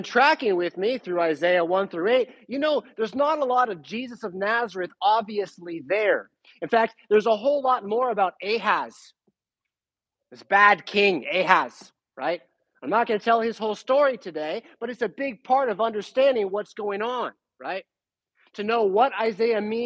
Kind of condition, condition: setting, large echoing room